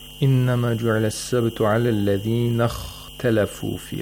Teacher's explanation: The ba in the word سَبْتِ has the sukun. As a result, you have to apply قَلْقَلَ.